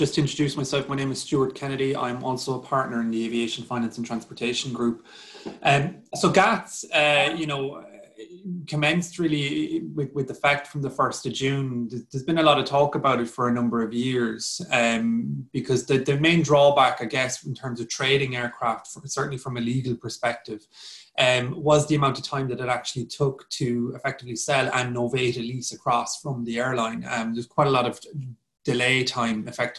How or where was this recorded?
video call